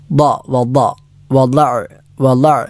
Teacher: ദ നാവ്, ഇടതുഭാഗം ഇടതു പല്ലിലോ അല്ലെങ്കിൽ വലതുഭാഗം വലതു പല്ലുകളിലോ സ്പർശിച്ചു കൊണ്ട് ഉച്ചരിക്കേണ്ട അക്ഷരമാണ് ദ എന്നത്. ലാ എന്ന് നാവ് മുൻപജിലേക്ക് ചേർത്തുകൊണ്ട് ഉച്ചരിച്ചാൽ തെറ്റാണ്.